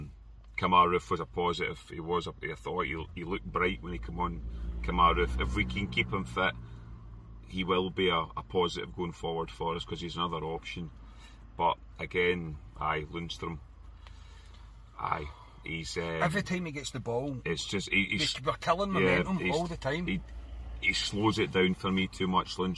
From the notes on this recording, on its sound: Bring reaction from the car after leaving Ibrox.